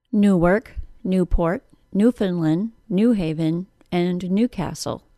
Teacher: In closed compound nouns containing the word new, the word new takes the stress